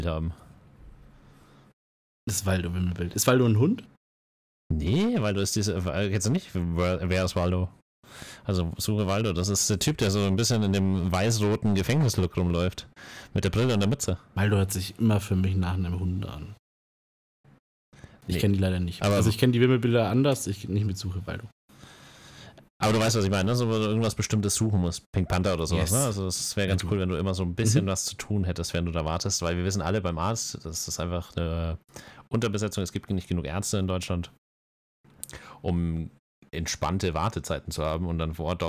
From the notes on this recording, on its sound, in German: Leider hatten wir diesmal bei der Aufnahme nicht gemerkt, dass das Mikrofon übersteuert.